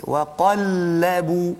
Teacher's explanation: pangkal lidah tidak terangkat. Itu istifal.